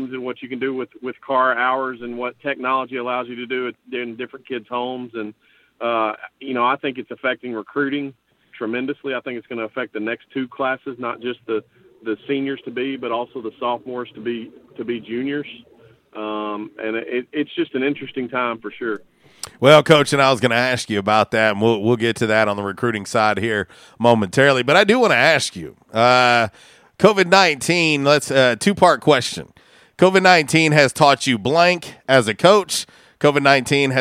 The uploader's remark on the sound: LIVE on the Back In Action Hotline. On RWRC Radio on The Ticket 95.3 Fm/970 AM.